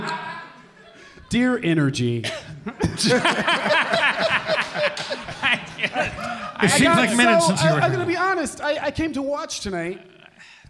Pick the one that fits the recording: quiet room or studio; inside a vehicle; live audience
live audience